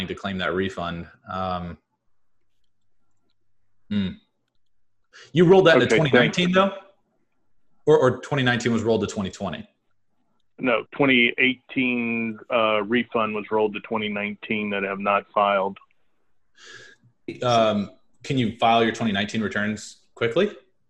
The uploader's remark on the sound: This recording is from a webinar we held for members of our email list and the Cash Flow Community.